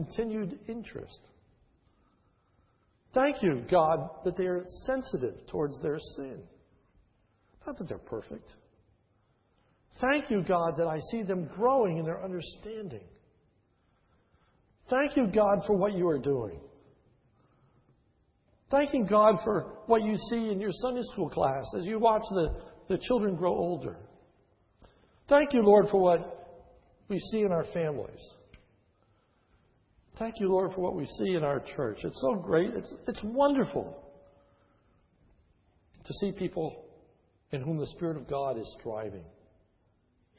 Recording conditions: large echoing room